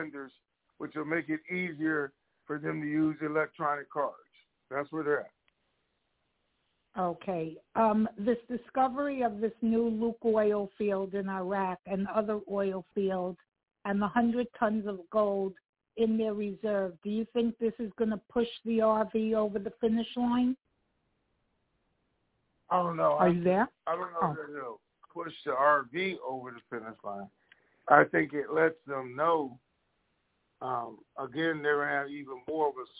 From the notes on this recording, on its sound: TNTSuperfantastic Conference Call.